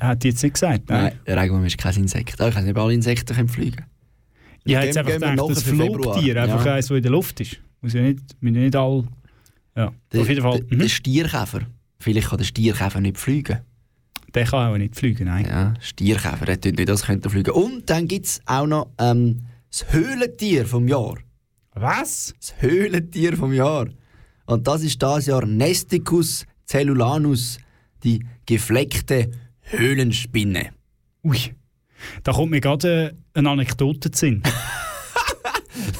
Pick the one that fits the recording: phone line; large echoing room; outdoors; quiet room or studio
quiet room or studio